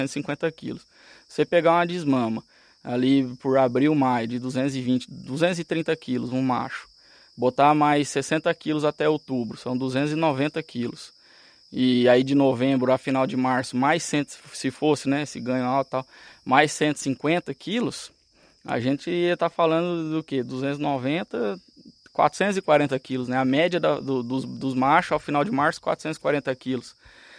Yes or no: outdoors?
yes